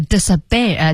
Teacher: 但是您看，在音标里写的是清辅音 p，但是要把它读成浊化